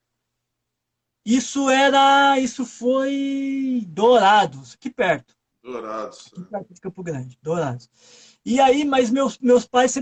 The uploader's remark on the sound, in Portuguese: PODCAST extraído da LIVE TEMPO DE APRENDER gravada no instagram